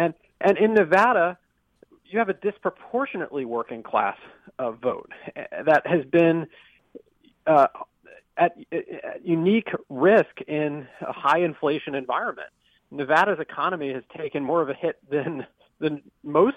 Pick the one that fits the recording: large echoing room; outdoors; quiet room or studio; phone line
phone line